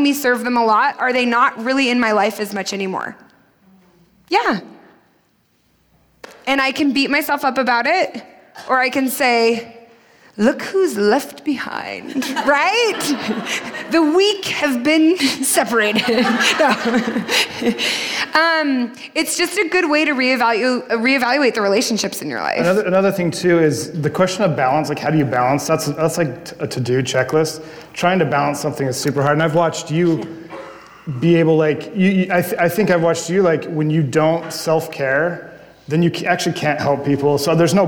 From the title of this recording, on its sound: LIVE PODCAST TOUR PHOENIX